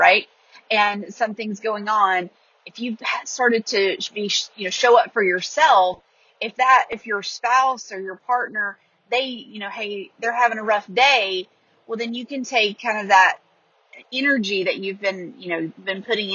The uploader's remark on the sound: a voice memo that I recorded as I was driving home from Nashville